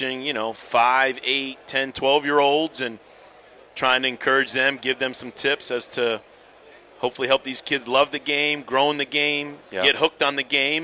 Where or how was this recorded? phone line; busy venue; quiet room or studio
busy venue